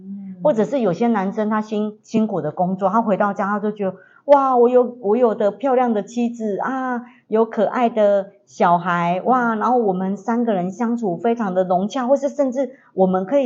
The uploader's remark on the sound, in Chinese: 因錄音設備問題，造成錄音品質受到影響出現雜音及干擾，還請大家見諒。